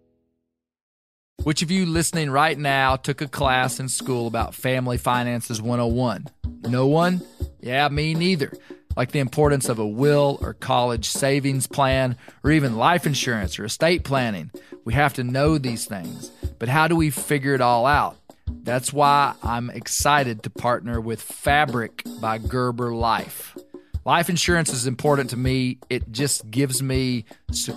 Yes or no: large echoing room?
no